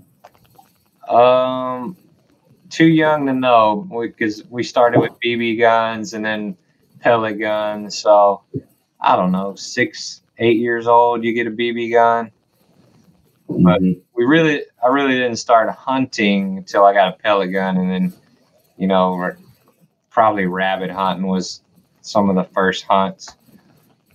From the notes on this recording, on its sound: Ready for a road trip? Jump on in I'm driving!